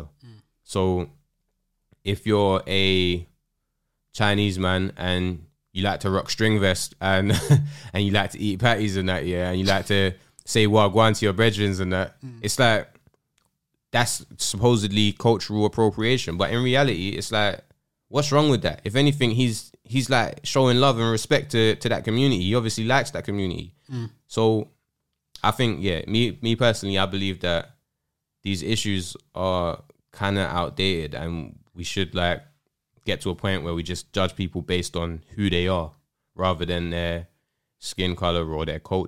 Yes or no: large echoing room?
no